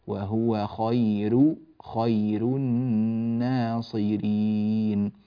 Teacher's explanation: وننبه إلى ترقيق الراء من خير، ها هي راء مضمومة لكن وقع قبلها ياء ساكنة، فلوقوع الياء الساكنة قبلها ترقق الراء